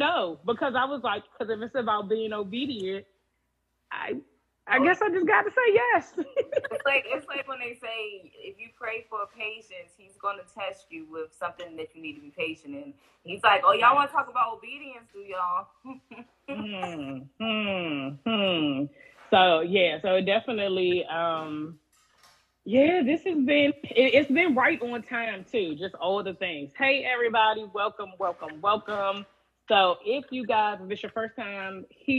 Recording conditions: video call